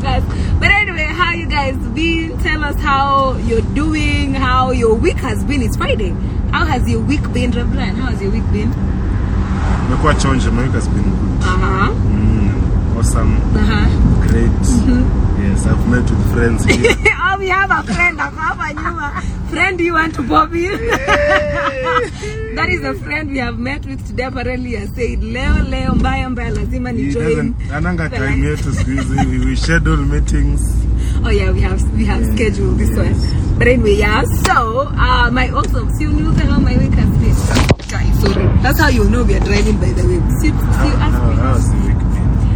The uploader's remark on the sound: we will finish with an Instagram Live